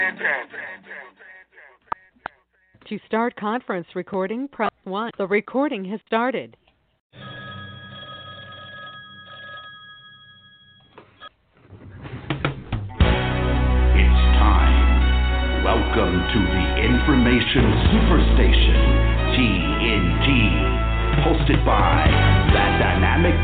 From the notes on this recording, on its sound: TNTSuperfantastic Conference Call